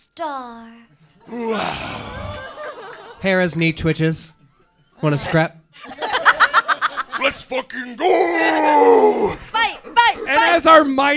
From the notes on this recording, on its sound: We thought we’d give you an audio taste of our new live show at Lincoln Lodge theater in Chicago!